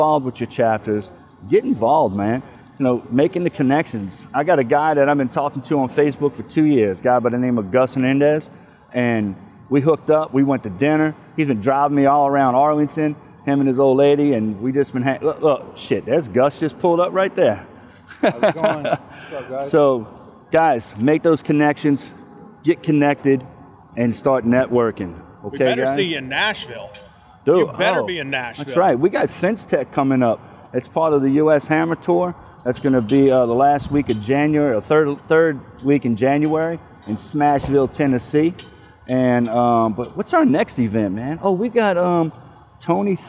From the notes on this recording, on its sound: LIVE on location at the American Fence Association's University in Arlington, TX